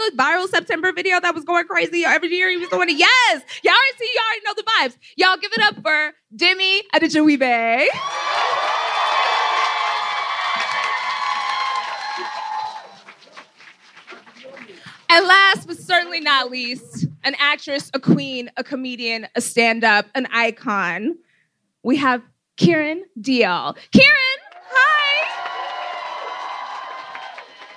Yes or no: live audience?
yes